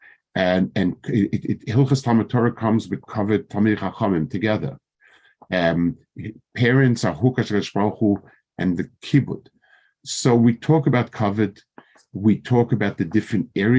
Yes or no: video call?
yes